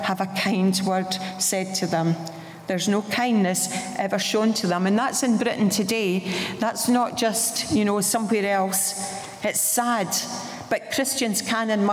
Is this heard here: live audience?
yes